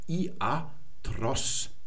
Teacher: i mit einem Spiritus lenis, wir sprechen also kein h.